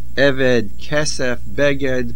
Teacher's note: The word eved, the main accent is on the ayin, which follows the rule of segoilim.